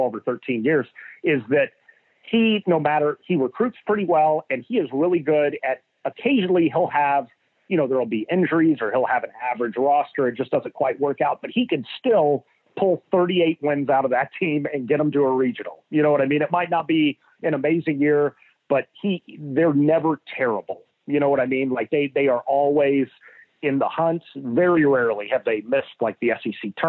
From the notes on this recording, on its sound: On the Modern Woodmen phone line.